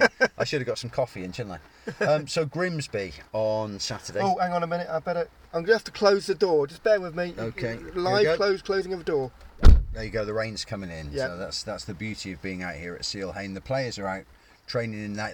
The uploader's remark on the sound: recorded in the rain at Seale Hayne